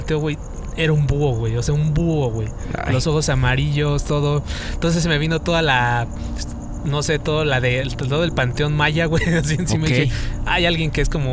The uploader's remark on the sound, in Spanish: Este podcast fue Grabado en un espacio al aire libre en medio de la noche